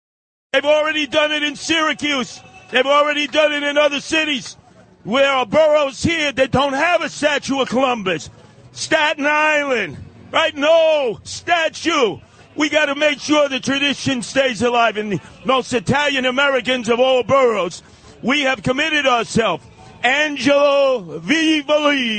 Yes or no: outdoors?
yes